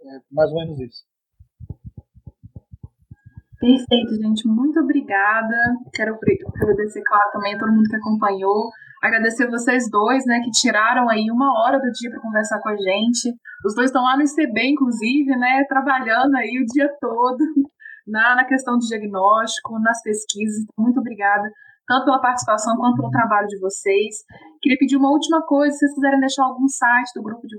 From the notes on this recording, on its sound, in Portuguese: Captação de áudio: StreamYard